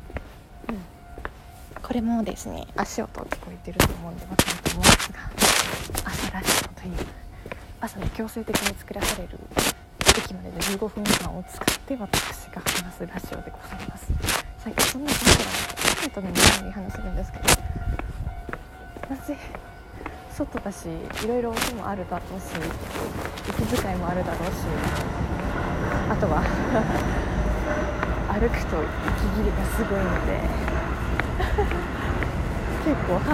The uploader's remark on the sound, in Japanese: めっちゃ雑音多くて私でも聞き取れなかった。雑音多め。